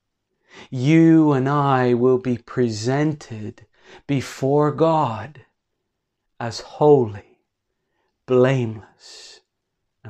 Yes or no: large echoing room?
yes